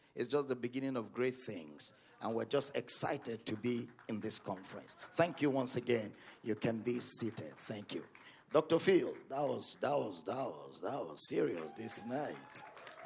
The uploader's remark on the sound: at the Love of God in Christ Church Conference